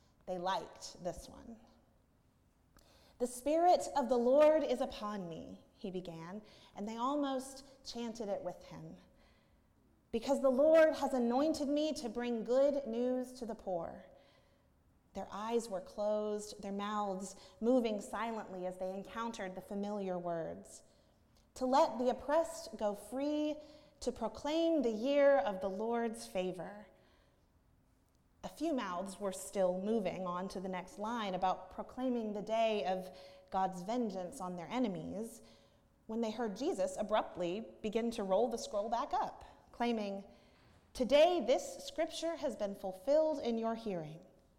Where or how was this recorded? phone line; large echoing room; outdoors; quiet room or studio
large echoing room